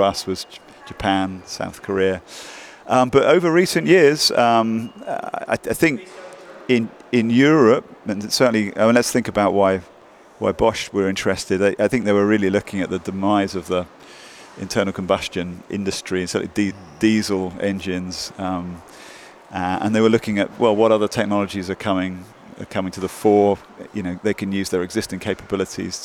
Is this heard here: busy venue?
yes